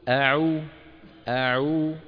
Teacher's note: الهمزة من أقصى الحلق، أ العين من وسط الحلق يعني أعلى